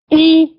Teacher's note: जेर की अदायगी में क्या है कि आवाज पूरी तरह पस्त हो, नीचे की तरफ हो, नीची हो, जैसे ई। अब आवाज फील हो रही है ना, नीचे की तरफ है।